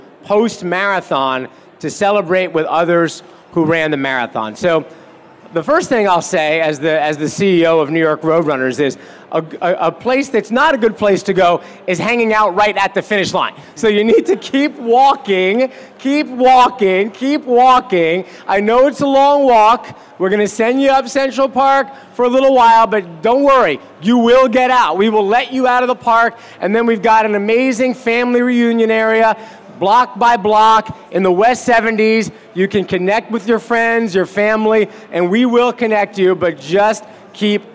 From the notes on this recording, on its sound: Live from The TCS New York City Marathon Expo Presented by New Balance. Take live questions.